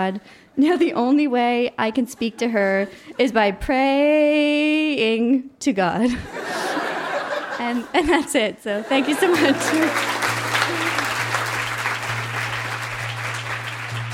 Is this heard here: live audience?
yes